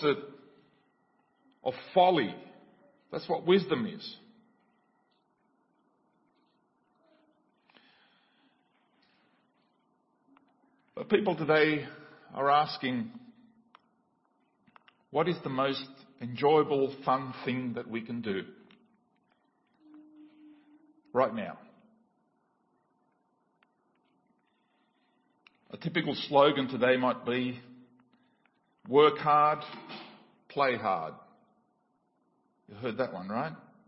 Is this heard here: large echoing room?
yes